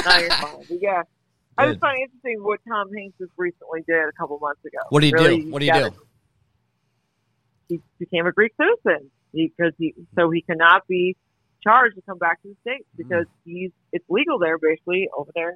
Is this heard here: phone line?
yes